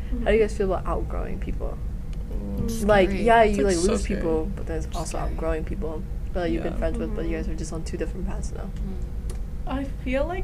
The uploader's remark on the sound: We apologize for the interview's background noise.